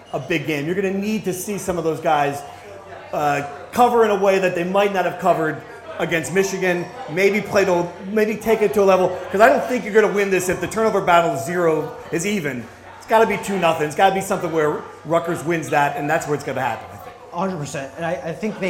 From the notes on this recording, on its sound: Rutgers Rant LIVE. The Rutgers Rant hosted its first live episode on Thursday night in New Brunswick. Answered questions from the crowd.